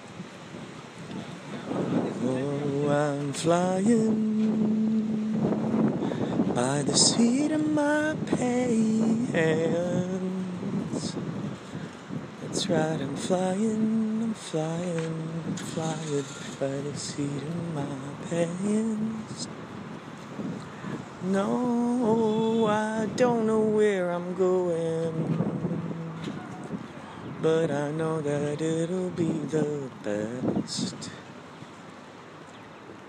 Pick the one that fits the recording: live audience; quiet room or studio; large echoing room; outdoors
outdoors